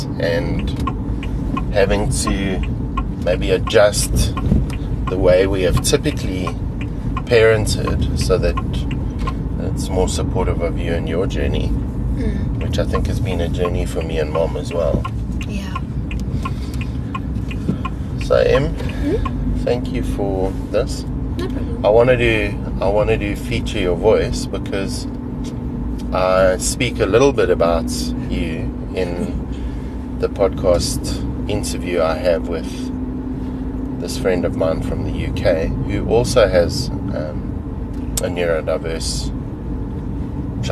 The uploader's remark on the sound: A brave 12 year old speaks in the car.